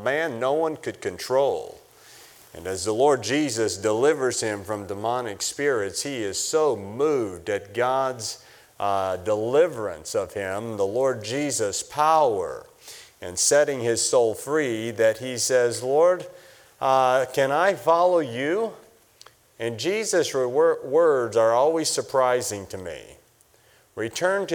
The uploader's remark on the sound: For the 2021 Spiritual Awakening Conference from the chapel platform of Baptist College of Ministry.